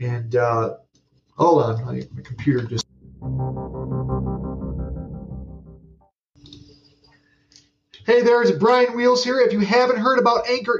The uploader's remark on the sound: Be patient, I got a better microphone in later episodes